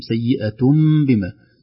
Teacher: نعم انتقل، وذي يسمونه القلب، حكم القلب أو الإقلاب، نقلب نون التنوين المنطوقة هذه وليست مكتوبة، هي ملفوظة فقط، ننطق نون التنوين ونحولها إلى حرف ميم